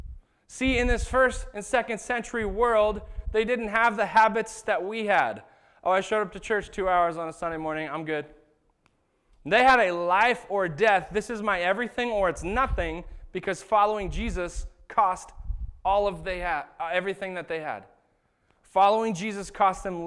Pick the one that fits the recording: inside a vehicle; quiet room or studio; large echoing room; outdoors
large echoing room